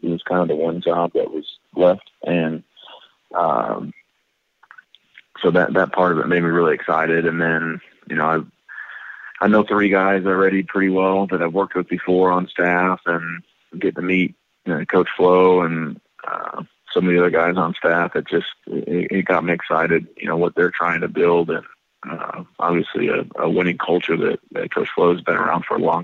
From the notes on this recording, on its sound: Called into the show. Outside the studio.